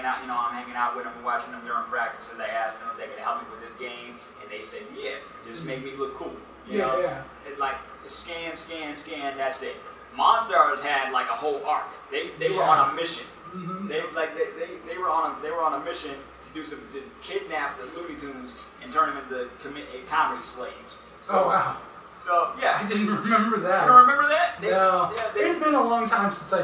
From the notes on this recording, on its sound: thanks to audio issues it took a while for us to clean it up